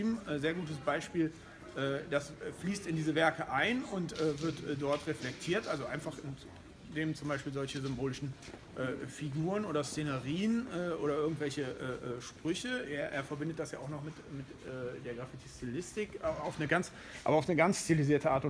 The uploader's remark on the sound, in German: Periscope-Interview I. Live vor Ort via Persicope bei der #Bundeskunsthalloffame.